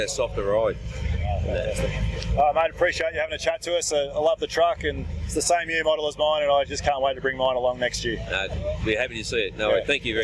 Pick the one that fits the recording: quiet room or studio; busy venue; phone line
busy venue